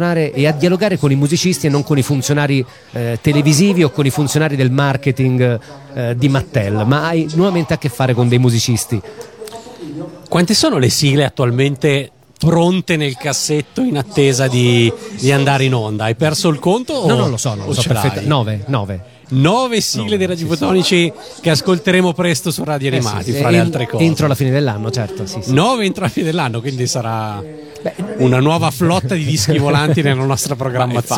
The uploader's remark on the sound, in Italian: Da San Marino Comics 2020 la nostra intervista